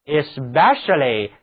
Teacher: especially，重音放在第二个音节上